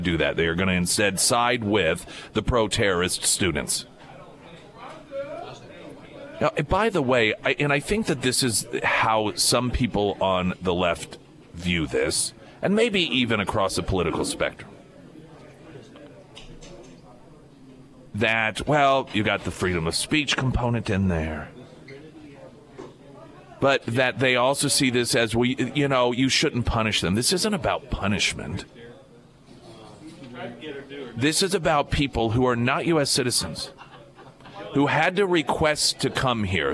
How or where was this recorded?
busy venue